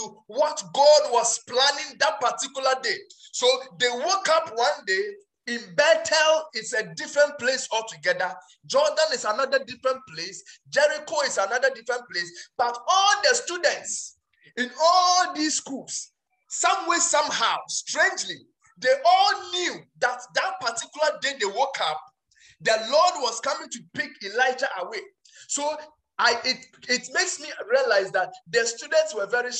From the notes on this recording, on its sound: Preached at Healing Room Rhema Night Service